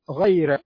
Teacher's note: الذين عبروا وقالوا إن الراء مثلا في كلمة غير، كمثال غير، لو لاحظنا أن ورش يقرأها بترقيق الراء